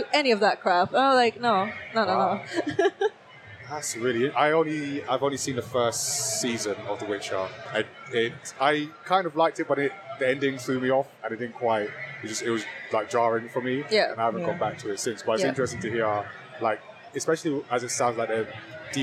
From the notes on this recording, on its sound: This week's episode is a rewind of our livestream adventures at the Insomnia 71 festival in September 2023! Recorded live from the show floor with a variety of guests.